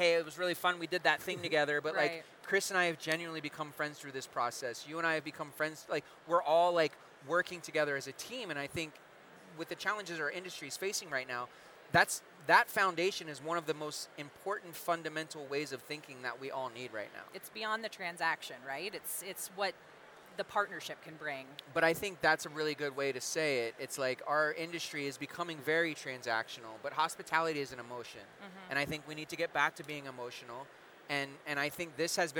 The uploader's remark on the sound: Live from The Shamrock Foods EXPO